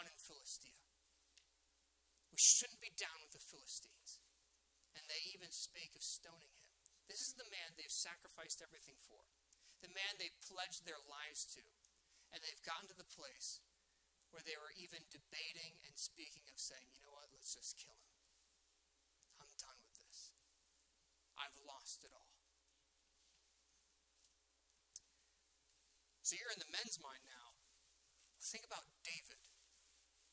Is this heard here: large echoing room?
yes